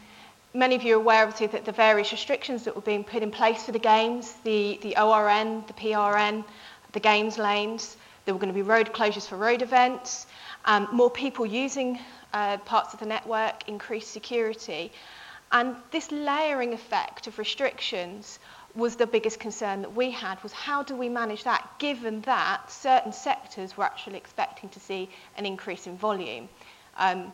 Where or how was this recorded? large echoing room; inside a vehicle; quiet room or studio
large echoing room